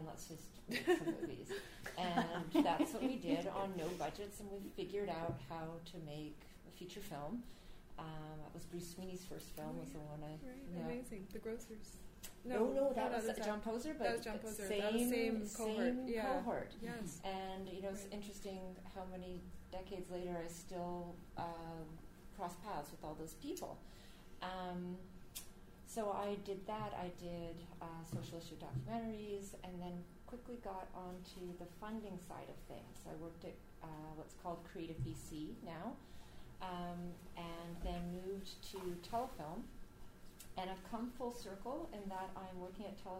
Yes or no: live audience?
yes